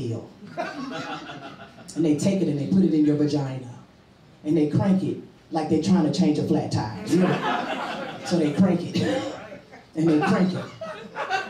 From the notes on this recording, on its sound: Showed the ATL Live studio audience why she won.